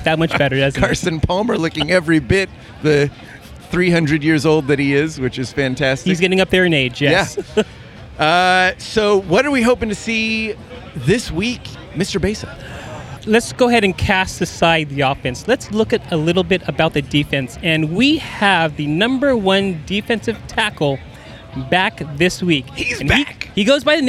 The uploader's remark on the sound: The guys are at the Coliseum recording from the South Lawn.